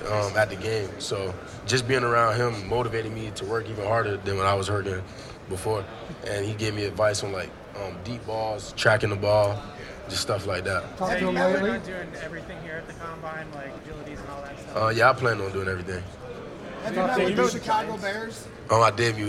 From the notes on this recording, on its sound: Press Conference from the NFL Combine. At the 2023 NFL Scouting Combine.